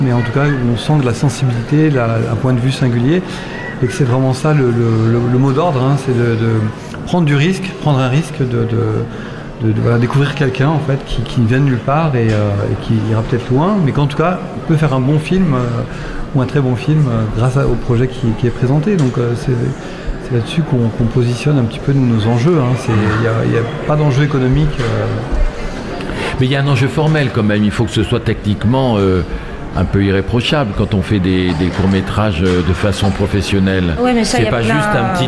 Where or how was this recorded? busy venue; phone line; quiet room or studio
busy venue